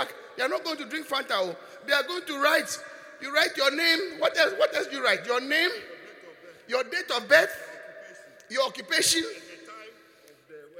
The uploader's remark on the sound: Preached at the Qodesh